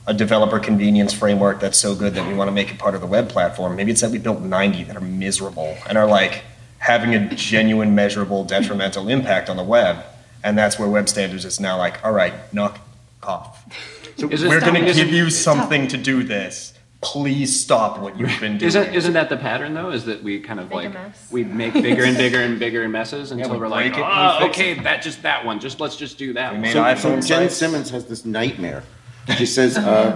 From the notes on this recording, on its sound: The Q&A panel after the world premiere. The premiere took place at Code & Supply’s Abstraction conference in Pittsburgh, PA.